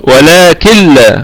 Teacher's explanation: لكن في حال الوصل عندنا نون ساكنة أتى بعدها حرف اللام فحكمها إدغام بغير غنة